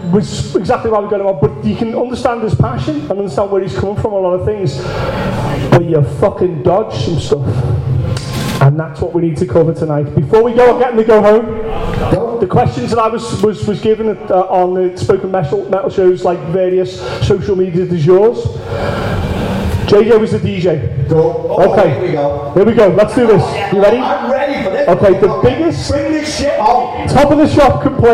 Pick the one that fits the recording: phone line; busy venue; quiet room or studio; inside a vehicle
busy venue